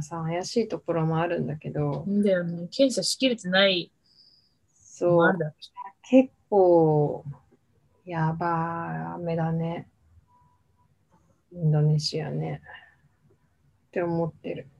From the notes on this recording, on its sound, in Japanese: 東京と富山でzoomにて収録